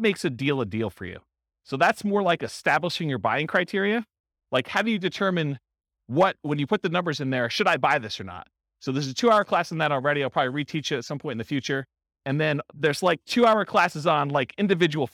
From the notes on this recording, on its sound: This was a live class recorded